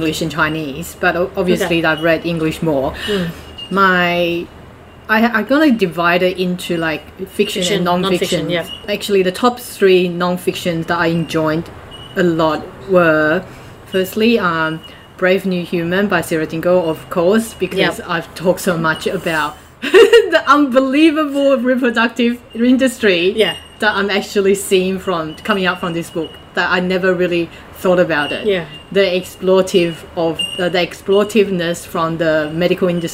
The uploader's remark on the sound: (Please enjoy the therapeutic sound of this episode's surrounding, and excuse the noise in the background, LOL).